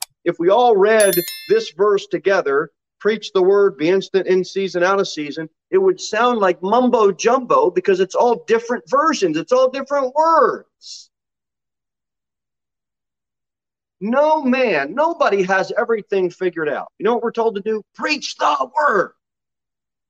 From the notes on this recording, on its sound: Sermon delivered at Pilgrim Baptist Church on Sunday, July 10, 2022 at 6:15 pm.